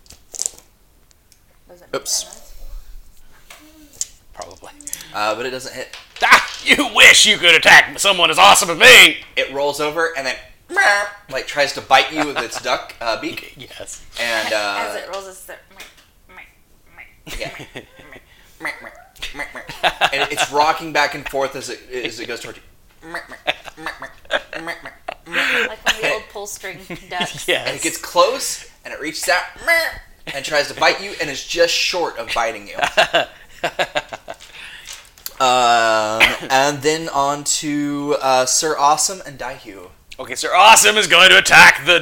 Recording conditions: sounds in the background